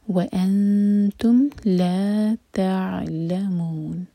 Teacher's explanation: عین ساکن کے بعد لام، لام پر زور، اور مو چار حرکہ لمبا، مد عارض سکون